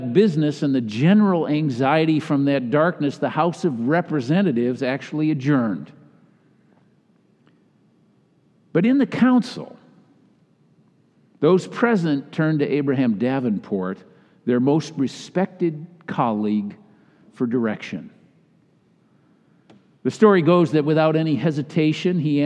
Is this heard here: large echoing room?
yes